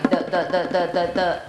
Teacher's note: ถ้าสมมติว่าเราทำเสียงเดอะเดอะเดอะเดอะเดอะอันนี้จะรู้สึกได้เลยว่ามันสั่นที่เส้นเสียง